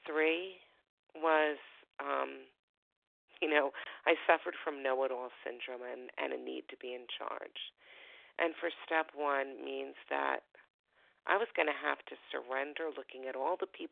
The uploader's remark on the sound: Phone Meeting